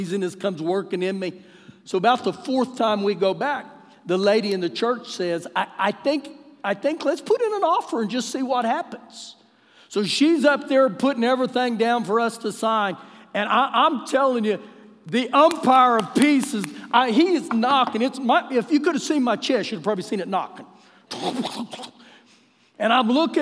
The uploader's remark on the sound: Recorded live during our Wednesday night service